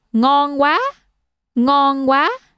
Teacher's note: Ngong is the flat tone, and wa is the rising tone.